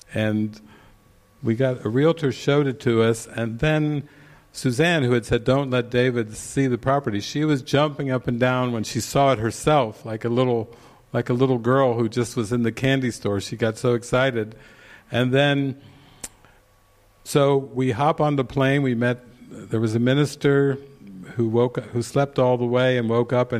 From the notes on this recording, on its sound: This session was recorded during the Into the Kingdom retreat in the morning of October 10, 2019, at the Castle De Berckt in Holland.